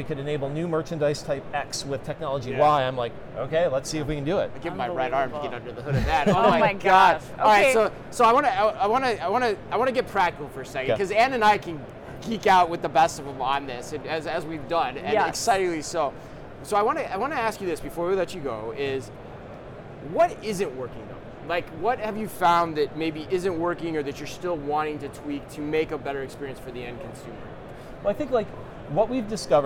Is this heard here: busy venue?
yes